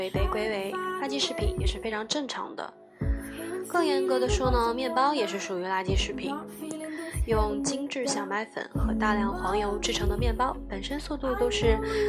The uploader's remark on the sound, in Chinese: 这期节目的音乐的音量没有调的很好 我的声音有点小～～～